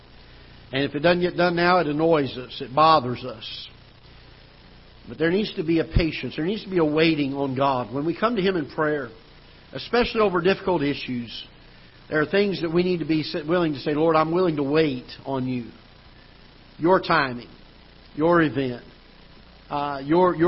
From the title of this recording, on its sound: Ketha Heights Baptist Church ~ Live Broadcast